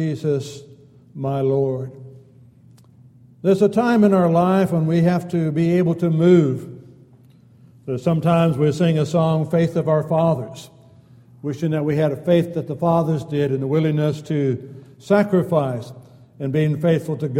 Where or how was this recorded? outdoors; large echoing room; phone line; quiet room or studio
large echoing room